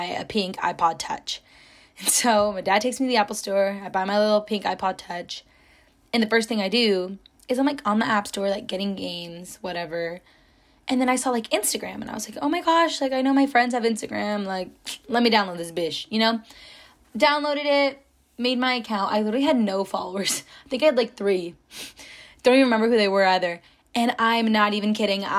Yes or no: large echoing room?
no